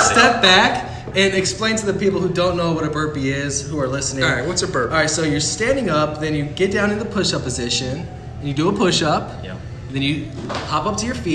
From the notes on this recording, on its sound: go on location at NoDa Brewing Company